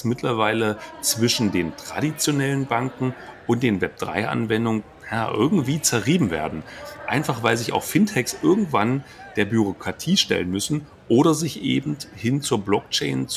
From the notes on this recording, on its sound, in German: Starten zwischen zwei Cappuccini auf dem Flughafen in Houston.